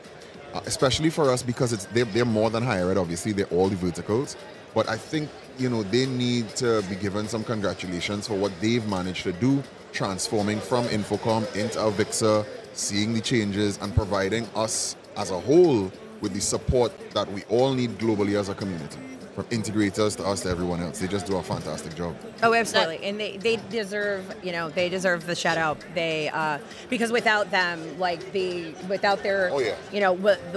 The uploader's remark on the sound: If it sounds a bit different, it is because this episode was recorded right on the show floor of InfoComm 2023. HETMA had their own booth, and even a setup to record shows!